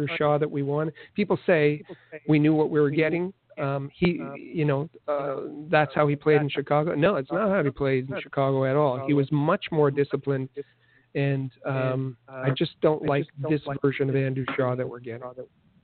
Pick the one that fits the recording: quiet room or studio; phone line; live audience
phone line